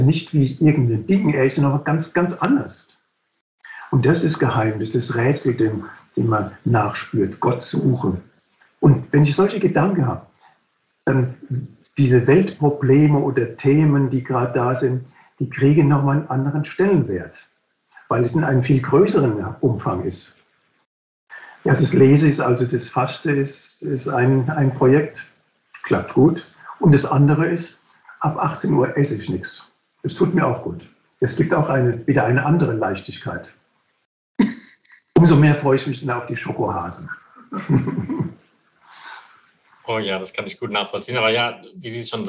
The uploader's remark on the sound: Live Online Meeting